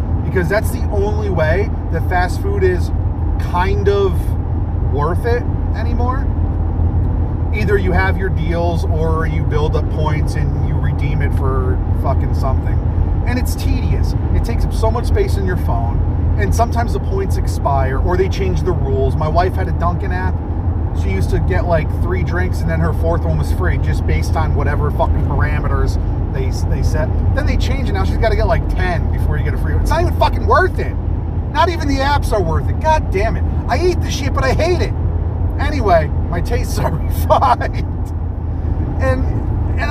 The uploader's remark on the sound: record a podcast while driving a car!